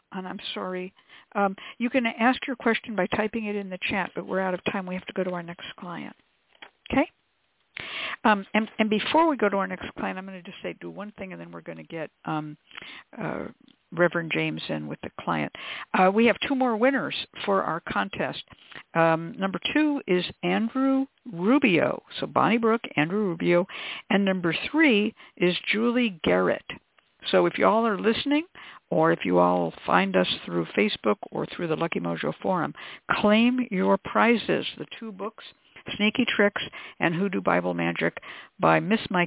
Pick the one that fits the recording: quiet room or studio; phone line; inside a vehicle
phone line